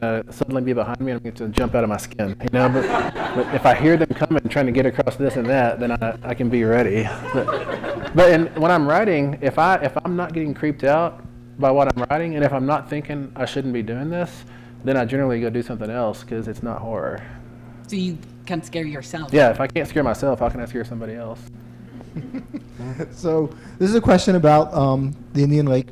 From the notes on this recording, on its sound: answers questions from the audience at the live taping at the Boulder Bookstore